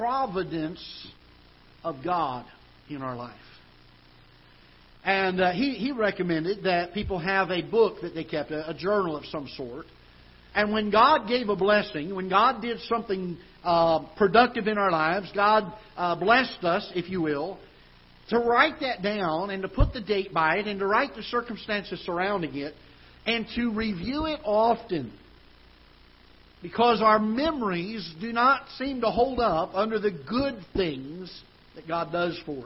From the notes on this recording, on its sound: Ketha Heights Baptist Church ~ Live Broadcast.